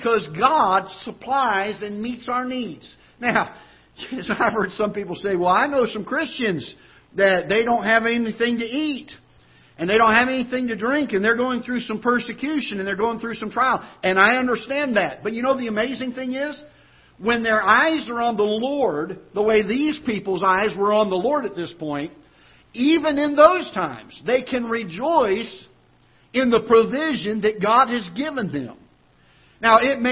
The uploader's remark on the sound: Ketha Heights Baptist Church ~ Live Broadcast